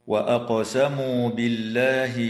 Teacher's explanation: تقلقل القاف من كلمة وأقسموا وترقق اللام في اسم الله لوقوع كسرة قبلها